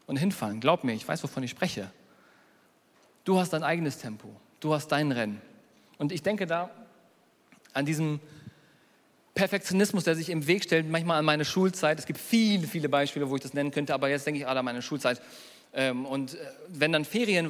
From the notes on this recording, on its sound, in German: Predigt der hoop Kirche.